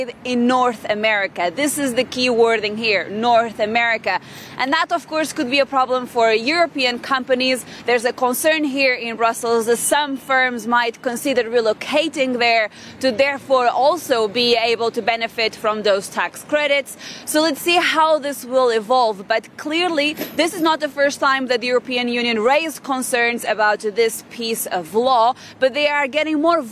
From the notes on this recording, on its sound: We are also live at COP27 in Sharm El-Sheikh